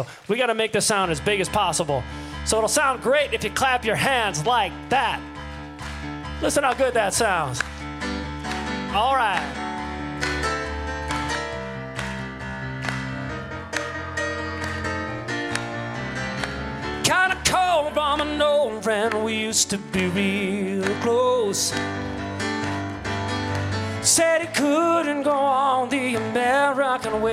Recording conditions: busy venue